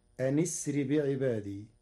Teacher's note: قرأ ورش كلمتي أن أسر بوصل همزة أسري مع كسر النون فتصير أن أسر بعبادي.